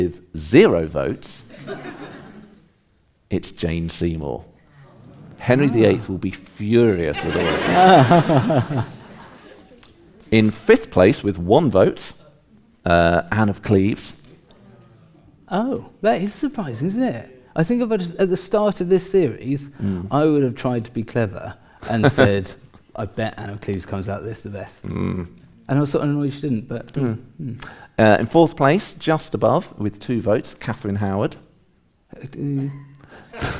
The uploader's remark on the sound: Live at Ludlow. We share our live podcast recorded at the Ludlow Assembly Rooms on Saturday 17 June 2023. Get the audience to vote for who they think was the greatest of them all.